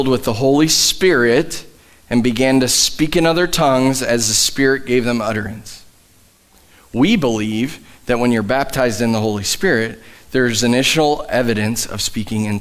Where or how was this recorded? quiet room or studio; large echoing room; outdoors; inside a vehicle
large echoing room